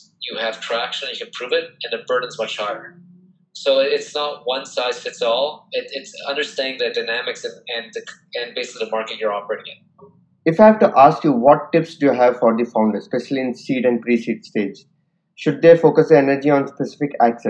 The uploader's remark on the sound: Audio Quality is impacted as the recording was virtual over the zoom call.